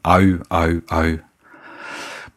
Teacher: um das niederländische Diphthong UI korrekt zu verwenden, lernt man auf Sprachschulen, es als A und Ü auszusprechen, also AÜ. Das ist ganz einfach.